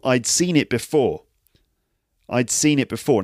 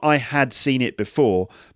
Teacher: Now, you can't really hear the I'd. You can't hear the D, the had, can you? · Shown in: first take · It's not I had seen it before, but I'd seen it before. · Term: contracted